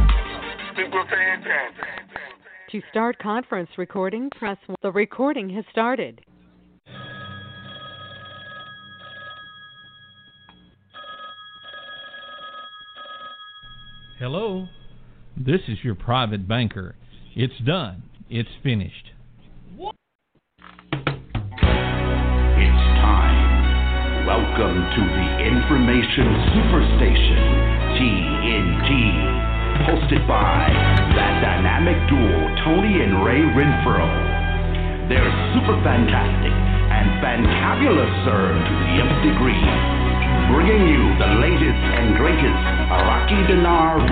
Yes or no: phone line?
yes